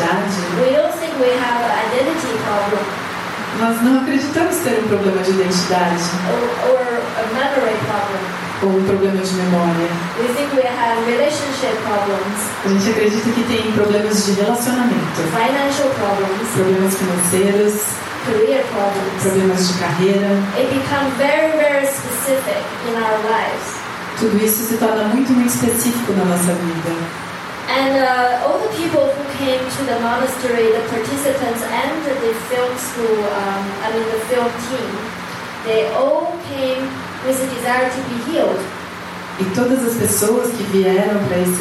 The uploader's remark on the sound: Post-movie questions from the participants. This session with Portuguese translation was recorded in the evening. In Sāo Paulo, Brazil.